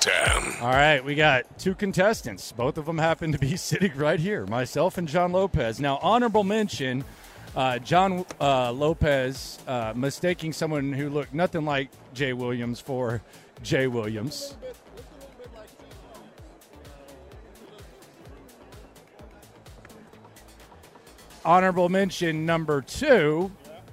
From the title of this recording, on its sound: Final Hour LIVE At Radio Row In Las Vegas